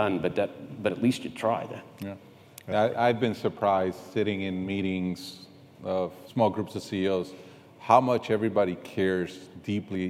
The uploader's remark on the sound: We're sharing a conversation that was recorded in front of a live audience at the Charlotte Business Alliance's annual economic outlook event.